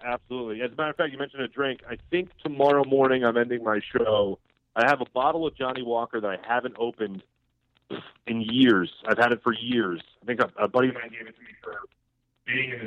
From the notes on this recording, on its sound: called